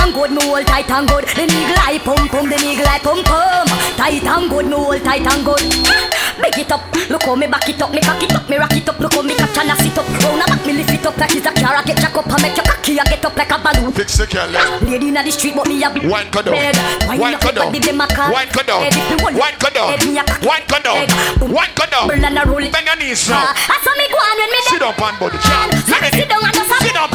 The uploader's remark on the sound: Doubletap Sundays 2/21/21 (LIVE AUDIO)